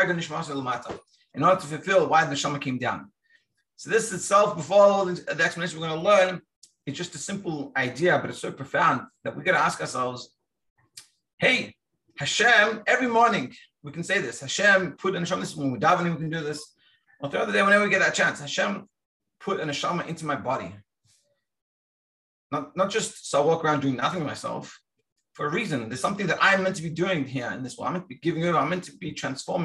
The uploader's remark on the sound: Daily Zoom Shiur.